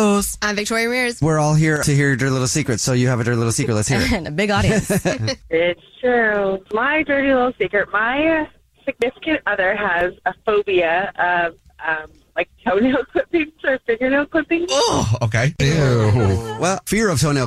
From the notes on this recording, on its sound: A woman is on the phone to tell a Dirty Little Secret.